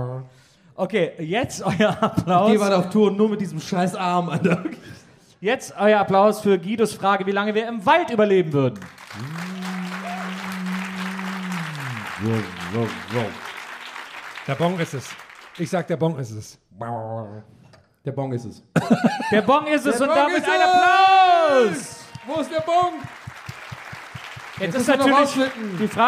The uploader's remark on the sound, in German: Aufgenommen LIVE in Dresden am 30.09.2021